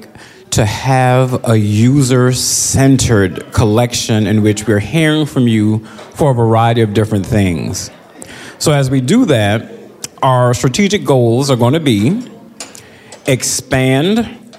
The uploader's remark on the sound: 2023 DC Leadership Conference Luncheon Speakers